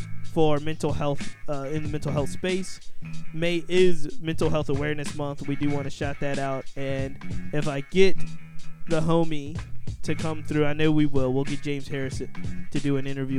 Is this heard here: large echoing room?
no